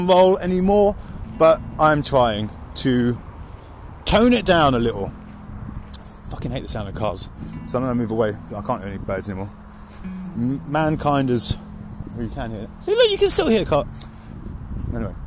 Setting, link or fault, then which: setting, outdoors